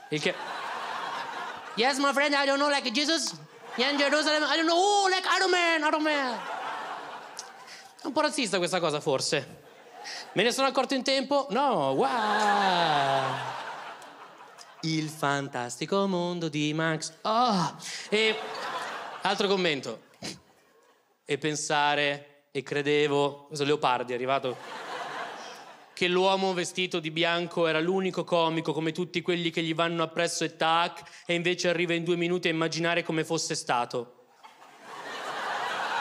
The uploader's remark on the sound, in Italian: Registrato al Teatro Manzoni di Milano